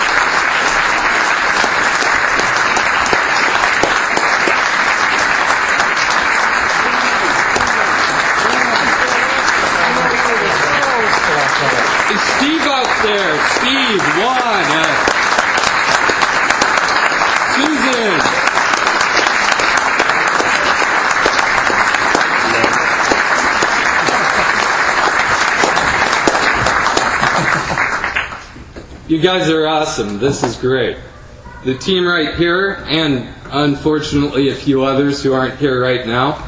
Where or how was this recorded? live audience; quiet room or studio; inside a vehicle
live audience